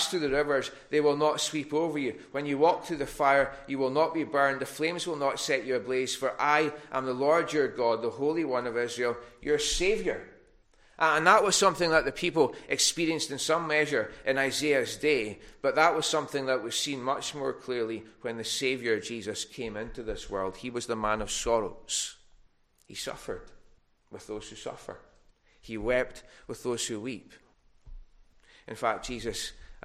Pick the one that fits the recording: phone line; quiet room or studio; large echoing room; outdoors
large echoing room